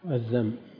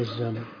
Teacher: كثيرا ما يخلطون بين الذال والزاي، لأنهم ينطقون الذال زاي